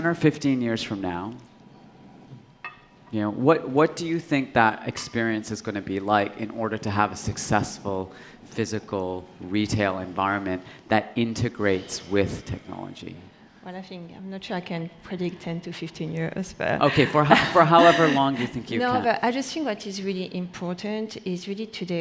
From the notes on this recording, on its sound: A panel of retail space experts gathered on stage at #BoFVOICES in December 2016.